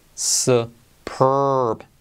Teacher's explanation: Letra R genérica que se come a la E delante.